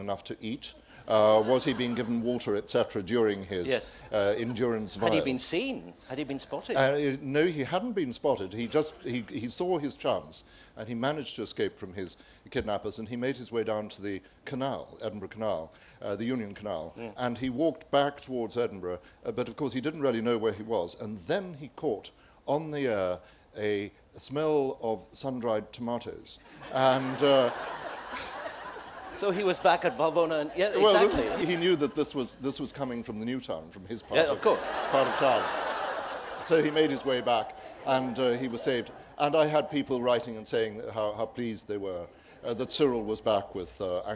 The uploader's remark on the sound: Live from the Edinburgh International Book Festival 2009